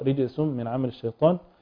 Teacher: الشين راعي فيها صفة التفشي، انتشار الهواء عند النطق بها